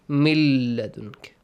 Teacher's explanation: Merge nun into lam. · Term: idgham